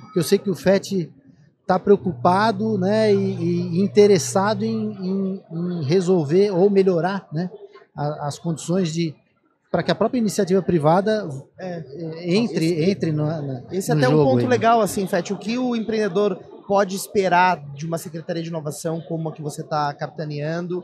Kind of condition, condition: setting, busy venue